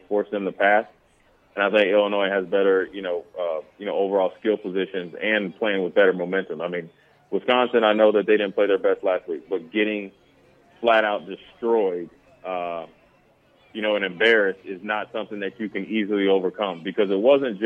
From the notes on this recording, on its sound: Nebraska Football Talk Live from Barry's